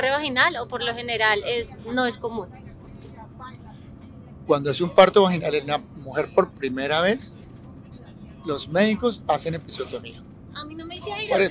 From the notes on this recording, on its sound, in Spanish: Este episodio fue grabado en un bus en Bali, Indonesia mientras se transportaban a un templo para meditar.